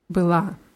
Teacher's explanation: wenn man было auch auf die letzten Silbe betont, dann hört es sich wie была an. Было, была.